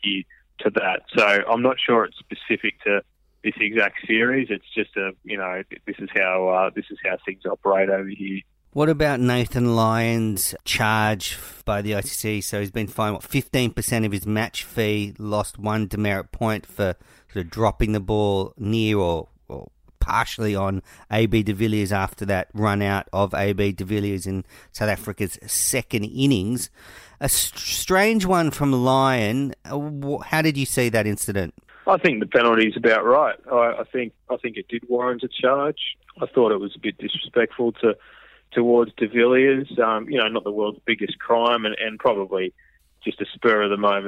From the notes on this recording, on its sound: phones in from South Africa